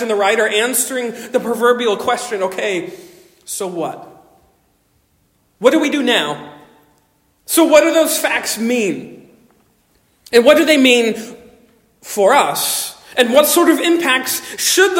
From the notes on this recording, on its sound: Originally delivered 21 May 2023 at Stonington Baptist Church, Paxinos, PA. At Stonington Baptist Church, Paxinos, PA.